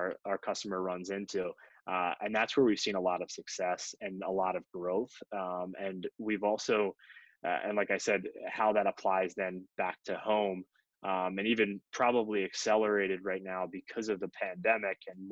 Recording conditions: video call